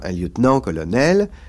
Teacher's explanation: Dans les traités courants, vous lisez qu'on dit un lieutenant accent sur nan, un colonel accent sur nel, mais vous ne dites pas un lieutenant-colonel, vous dites un lieutenant-colonel, et l'accent qui était sur nan a disparu · Term: la désaccentuation